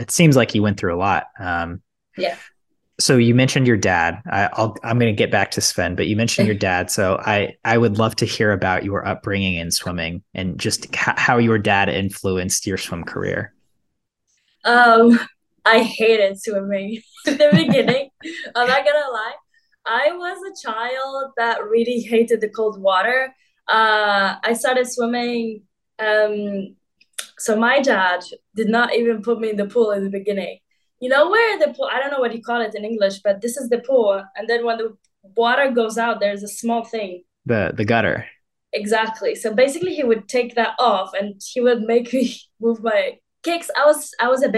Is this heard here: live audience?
no